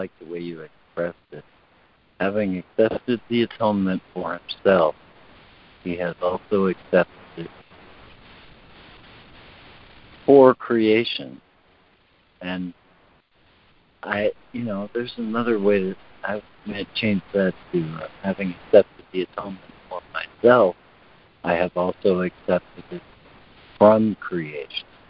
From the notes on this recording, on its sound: ACIM Daily Conference Call.